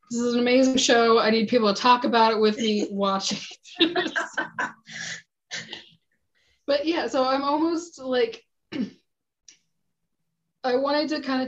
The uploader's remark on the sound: Recorded this using Zoom, so audio may not be of the best quality, but they assure you it was the best option they could find for free.